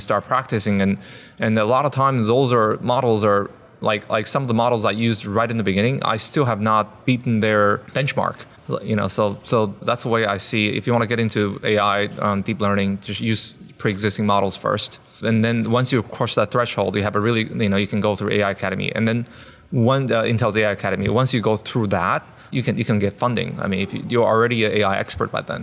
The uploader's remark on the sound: An amazing panel of AI innovators joined us at the O’Reilly AI conference.